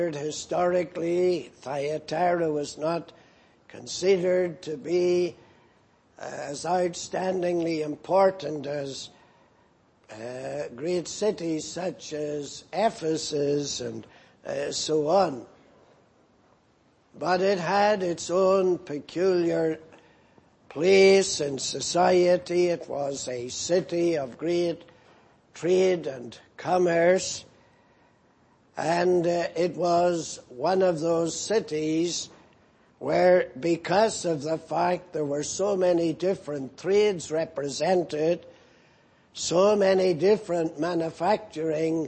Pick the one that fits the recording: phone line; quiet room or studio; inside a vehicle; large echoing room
large echoing room